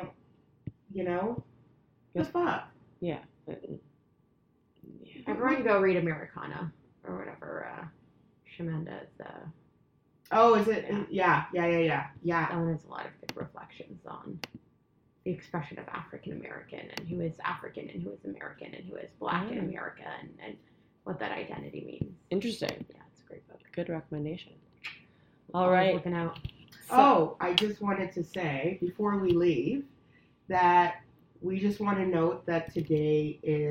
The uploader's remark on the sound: There was an issue with the sound this week (we don't know why), so we apologize in advance